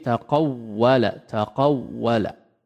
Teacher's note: diperhatikan tasydidnya. Jadi tidak hanya mengucapkan huruf waw saja